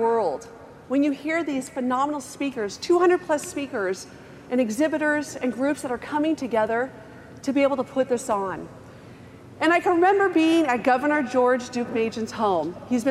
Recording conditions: busy venue